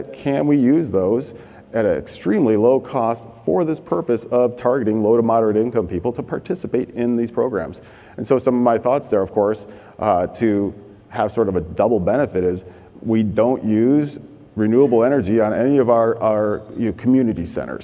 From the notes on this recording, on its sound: The best of live interviews from GreenBiz events.